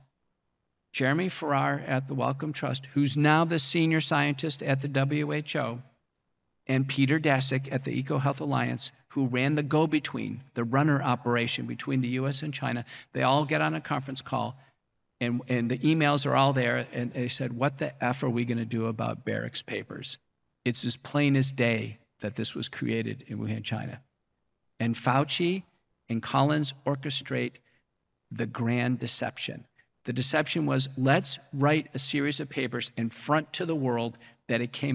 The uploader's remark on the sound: We're replaying a lecture.